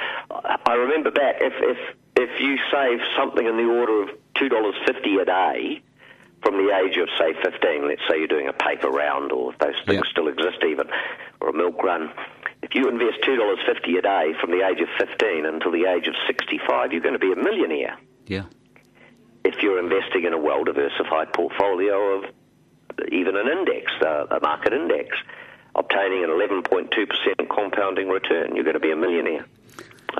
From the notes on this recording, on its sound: calls